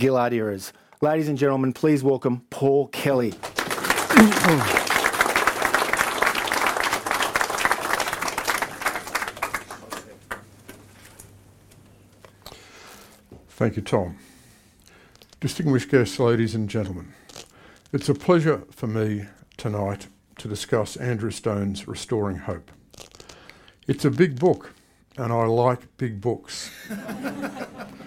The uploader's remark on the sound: the panel also took questions from the audience.